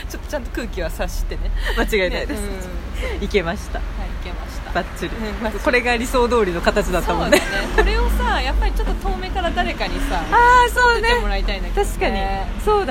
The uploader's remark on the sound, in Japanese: クリエイターさんの作品や商品がカオスに並んでる。タックメイトさんをぐるりしてお店の前で収録してますよん。岐阜 #愛知県岡崎市。